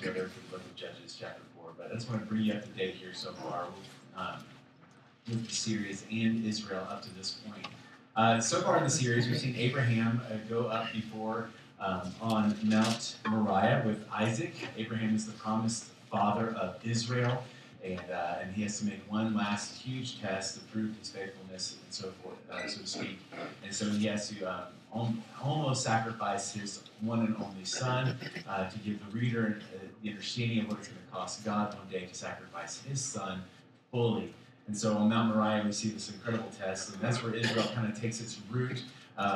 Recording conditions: poor sound quality